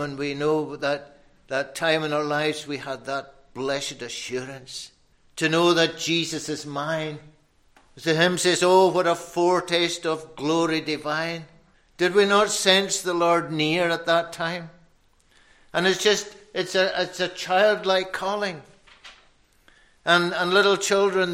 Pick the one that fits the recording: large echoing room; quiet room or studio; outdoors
large echoing room